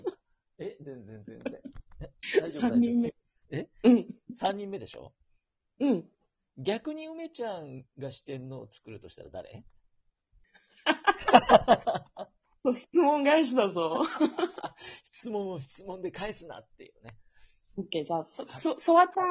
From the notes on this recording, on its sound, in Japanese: 音声トラブルで